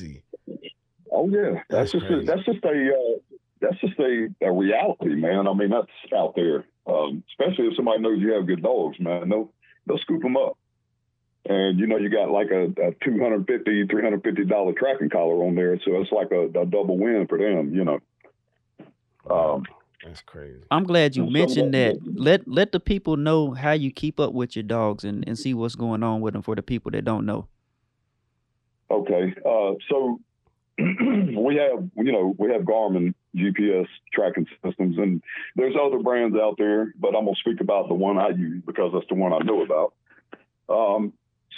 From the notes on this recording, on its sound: special call in guest